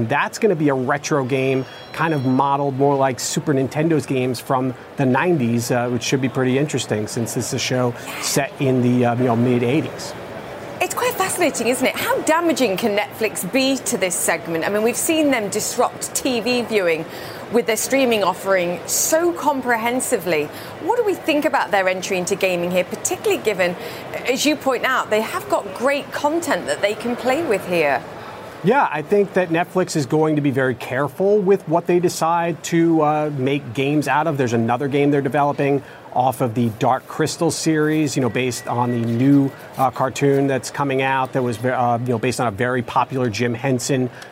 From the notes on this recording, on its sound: live from the New York Stock Exchange